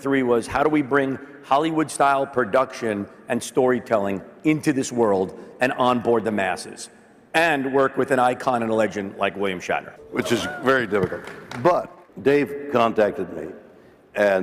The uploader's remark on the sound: A Consensus 2023 panel